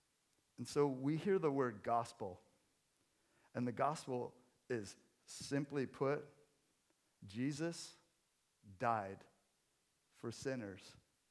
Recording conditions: large echoing room